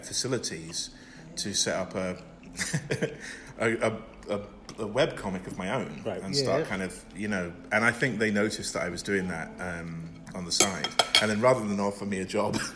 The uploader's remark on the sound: Warning: some mild swearing and background noise!